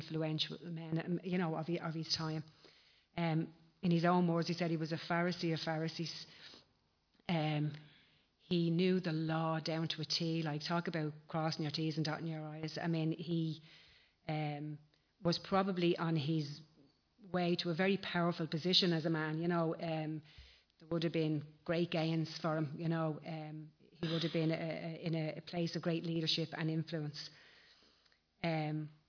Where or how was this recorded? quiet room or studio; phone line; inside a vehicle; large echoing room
large echoing room